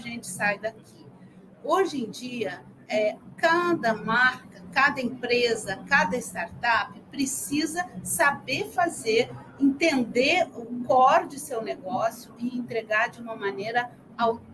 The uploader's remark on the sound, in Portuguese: O episódio 109 foi gravado diretamente do Web Summit Rio, realizado de 1 a 4 de maio de 2023.